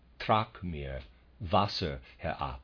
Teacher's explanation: This is just the reverse of the previous example. We begin with the strong, important beat and pass over to the weaker, less accented beat. · Term: trochaic rhythm